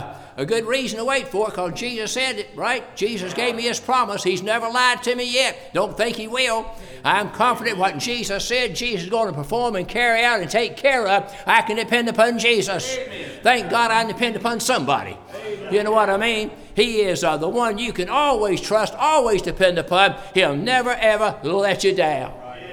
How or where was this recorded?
large echoing room